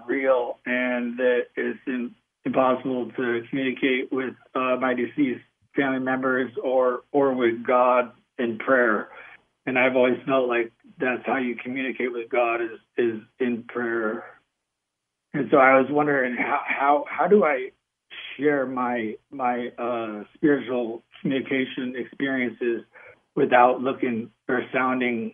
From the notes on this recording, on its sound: Field phone calls from listeners.